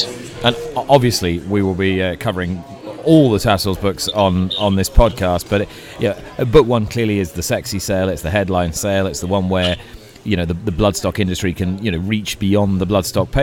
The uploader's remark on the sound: Recording today's show at GOFFS